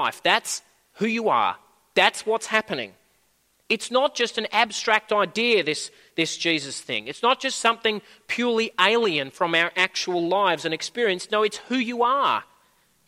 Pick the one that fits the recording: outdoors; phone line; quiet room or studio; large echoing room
large echoing room